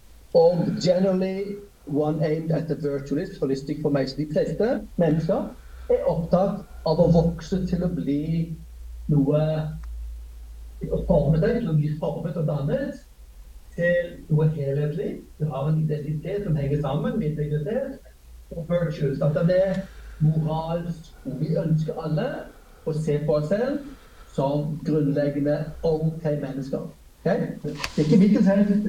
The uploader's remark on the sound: Lecture delivered online to 'Worldview & Communication' students at NLA University College. My teaching is in English, but the recording also contains some comments by my colleagues.